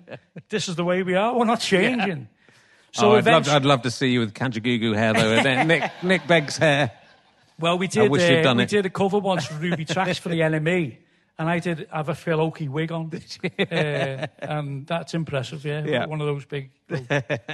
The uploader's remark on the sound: in an unseasonably sweltering Liverpool, at the Playhouse